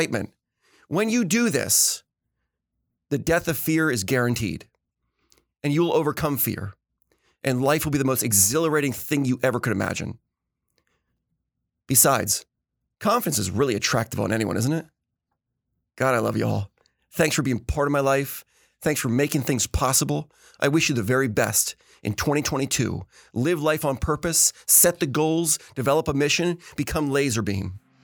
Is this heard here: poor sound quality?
no